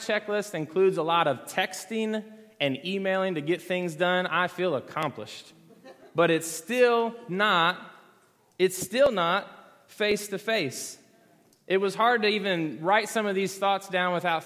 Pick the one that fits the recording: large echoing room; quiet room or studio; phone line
large echoing room